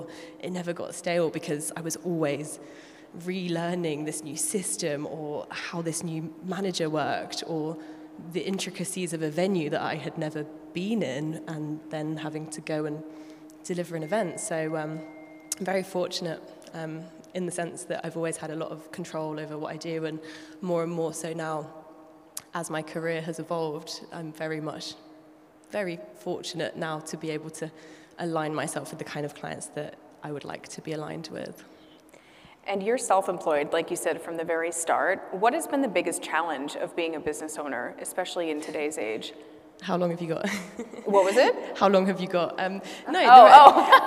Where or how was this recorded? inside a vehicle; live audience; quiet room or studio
live audience